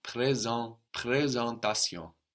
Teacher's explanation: But we have E-N. We have an N on the end of a syllable. So that's going to be sucked into the E, which changes the sound.